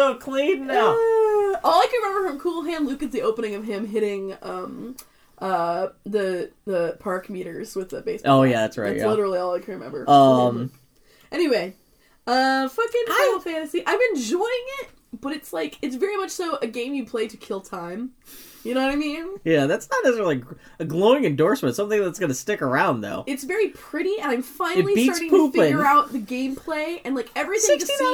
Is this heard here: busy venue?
no